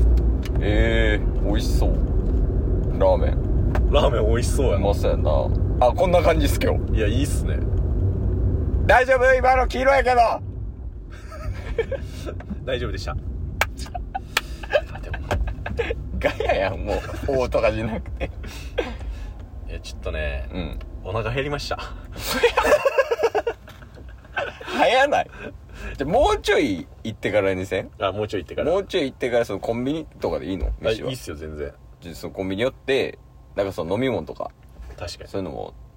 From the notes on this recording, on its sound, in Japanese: 約５年で初！ドライブ収録開催！